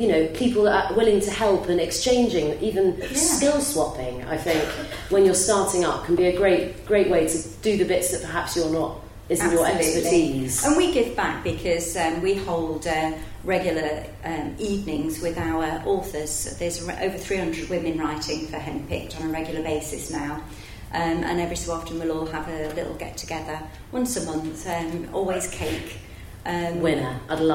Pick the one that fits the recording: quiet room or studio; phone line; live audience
live audience